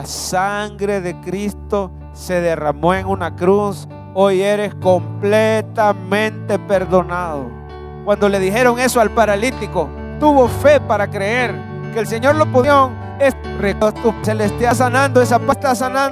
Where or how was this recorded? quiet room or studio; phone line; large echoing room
large echoing room